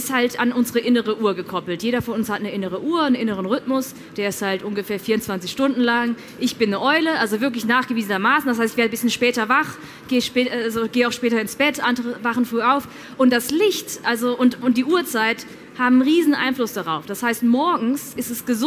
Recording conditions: live audience